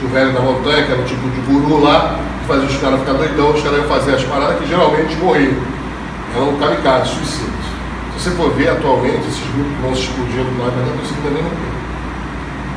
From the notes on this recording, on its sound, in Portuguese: Trechos da Palestra Realizada no Coquetel da Ordem dos TributÃ¡rios